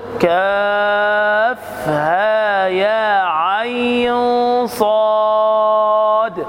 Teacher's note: العين بمقدار أربع حركات. كاف ها يا عين صاد، أربع حركات.